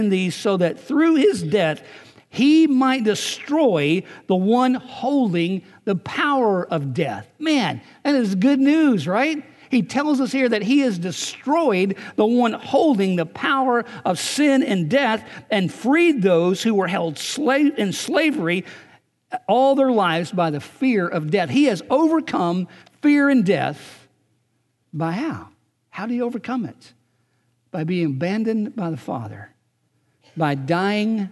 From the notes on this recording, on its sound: Recorded on March 31, 2019 at Graceland Baptist Church in New Albany, Indiana.